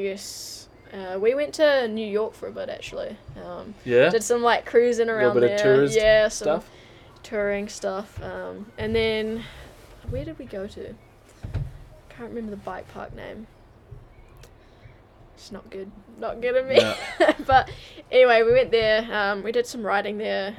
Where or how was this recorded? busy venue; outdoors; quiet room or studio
outdoors